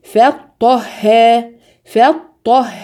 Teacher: ف مرقق، ط مفخم، ه مرقق